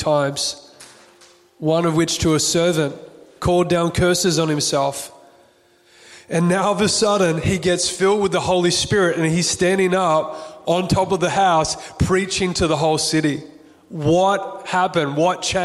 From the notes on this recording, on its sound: Recorded on June 5th 2022 at our Cafe Church style Sunday Service in Burleigh Waters Community Centre on the Gold Coast.